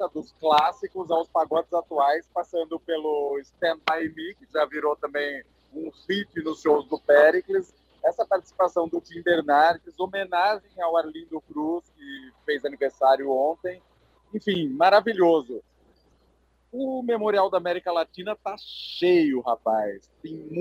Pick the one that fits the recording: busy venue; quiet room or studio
busy venue